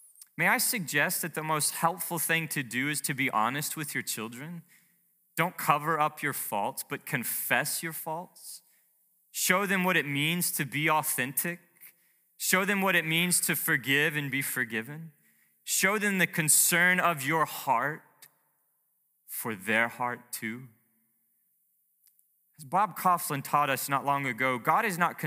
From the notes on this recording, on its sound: Preached to Heritage Bible Chapel in Princeton, MA.